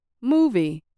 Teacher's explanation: I said moo a little louder and longer than V. If I had said movie, people probably would have had no idea what I was saying.